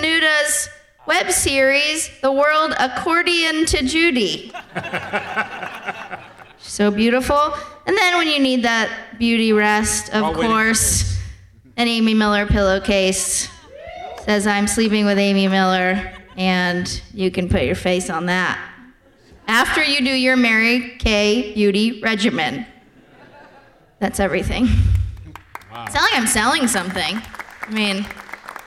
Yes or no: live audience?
yes